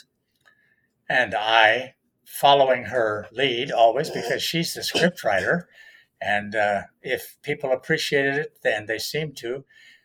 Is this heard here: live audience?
no